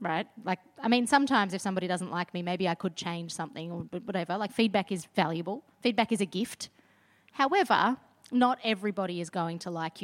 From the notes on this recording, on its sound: In front of live audiences in Melbourne and Sydney (so please excuse the sound of plates and cutlery in the background). This episode is a mash-up of the two events.